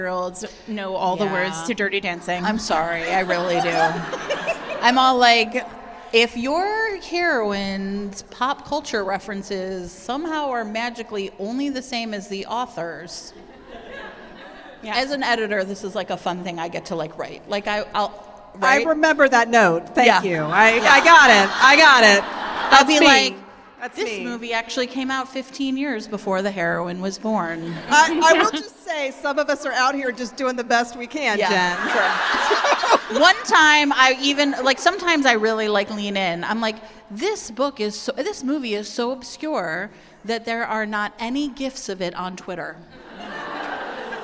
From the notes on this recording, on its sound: Fated Mates LIVE in Brooklyn. Here, for your enjoyment, is the recording of the wacky, wild night, which we spent with 250 Magnificent Firebirds.